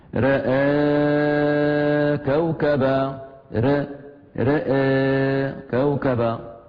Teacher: إذن تقليل الراء وتقليل الهمزة وألفها